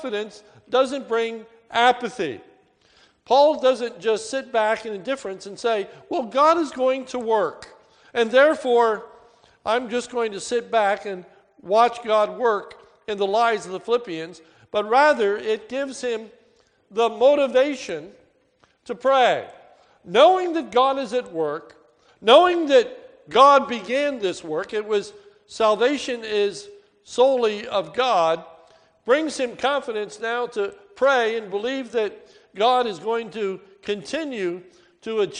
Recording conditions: large echoing room